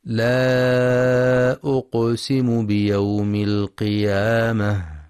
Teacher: ينتبه القارئ للمد المنفصل في لا أقسم، حيث يمد أربع أو خمس حركات في رواية حفص من طريق الشاطبية.